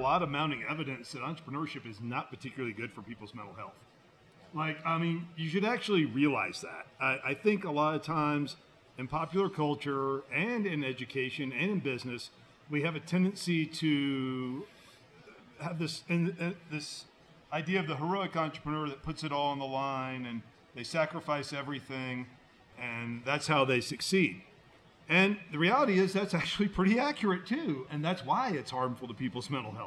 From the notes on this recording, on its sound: We’re still at Twisted Pine. Taking questions on a number of topics from our live audience of Leeds School of Business MBA students.